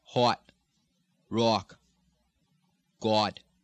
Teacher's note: most parts of New England, the short O is rounded loosely in the lips, and in most Boston accents you'll hear hot, rock, god.